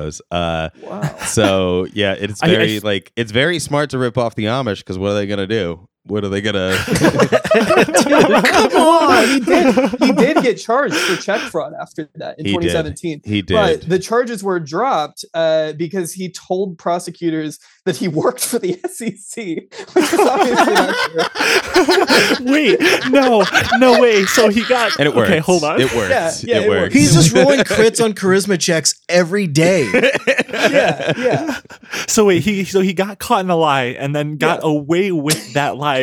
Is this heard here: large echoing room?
no